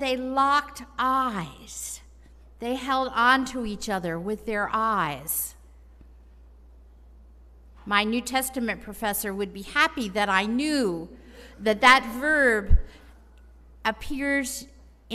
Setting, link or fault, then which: setting, large echoing room